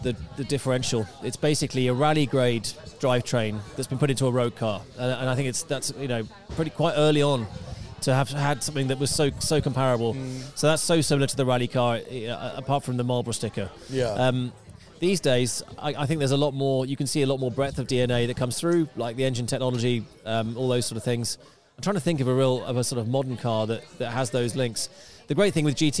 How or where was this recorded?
outdoors